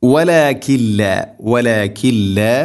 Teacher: സാക്കിന നൂന്ന് ശേഷം ലാം ഇദ്ഗാം ബിലാ ഗുന്ന. നൂനിനെ ലാമിലേക്ക് ഗുന്ന ചെയ്യാതെ, മണിക്കാതെ കൂട്ടിലയിപ്പിക്കണം.